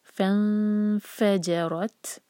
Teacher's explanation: نون پر اخفا کریں گے، نون کی آواز کو چھپائیں گے تو فا کے لیے زبان تیار.